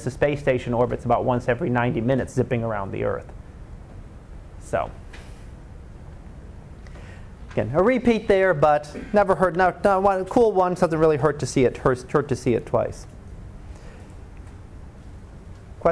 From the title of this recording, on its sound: Live Class Lecture